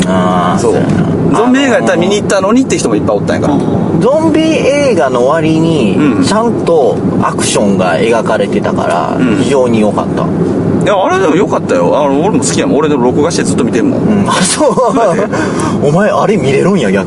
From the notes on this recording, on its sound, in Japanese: 車中で三人、録音機器の代わりに「ながらツイキャス」収録です。